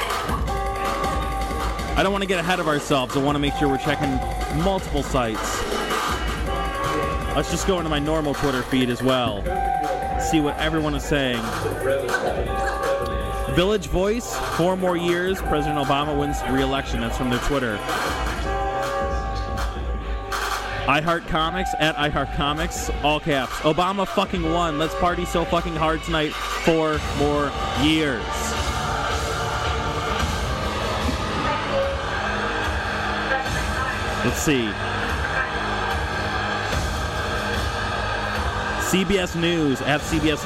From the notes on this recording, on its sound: broadcasts live from Cobra Lounge during election night 2012